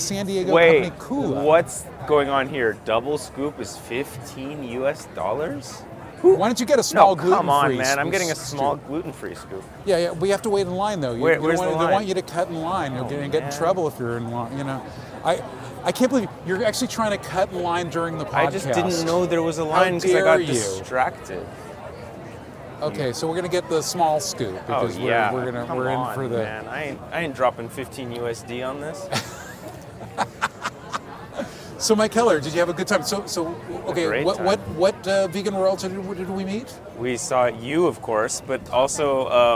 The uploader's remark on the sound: Vegan Hacks at the Vegan Street Fair. At the Vegan Street Fair in North Hollywood.